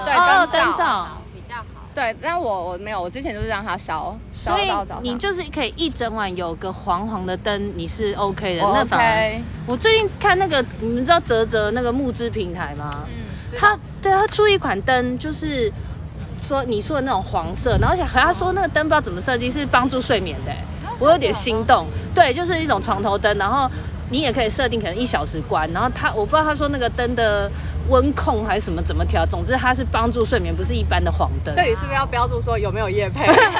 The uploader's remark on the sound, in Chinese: 首次街訪。首次席地而坐街頭不收音訪談(含赤裸車聲)。